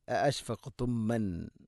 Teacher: ഹംസ മാറി അത് നഷ്ടപ്പെട്ട് മീമിനെ കൊണ്ട് ഉച്ചരിക്കും.